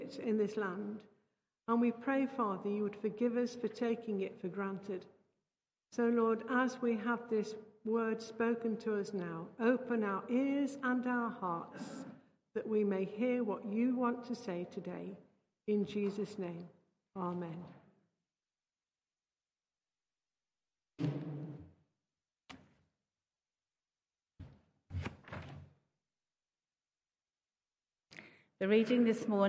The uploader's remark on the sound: Christ Church, Bayston Hill (UK)